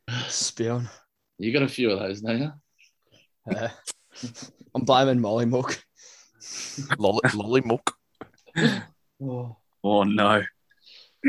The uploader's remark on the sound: Reminiscing and opening the Zoom up to the world.